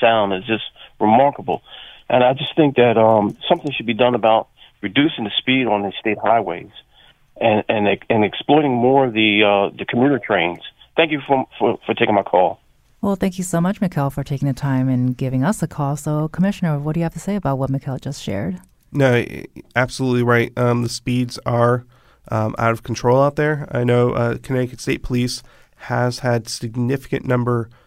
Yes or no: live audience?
no